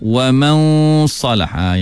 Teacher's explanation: nun mati bertemu dengan sad, kena baca dengan dengung yang tebal. Wa man, bukan wa man, wa man, suara akan naik ke atas, yakni ke dinding lelangit.